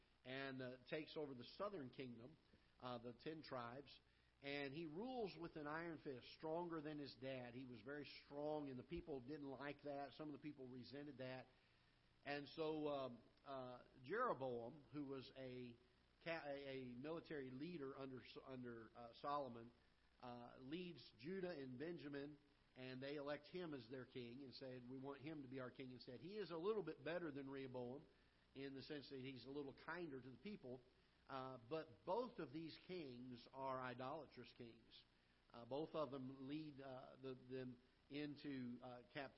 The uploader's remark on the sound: Ketha Heights Baptist Church ~ Live Broadcast